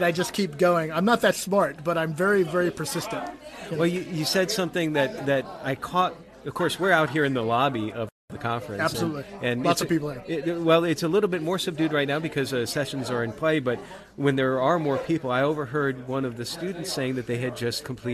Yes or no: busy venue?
yes